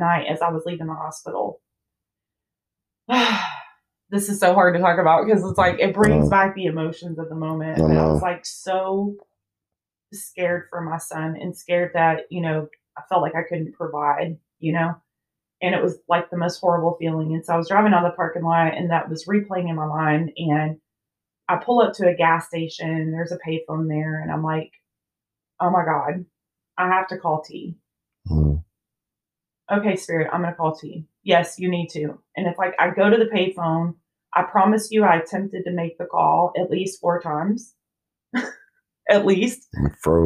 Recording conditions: poor microphone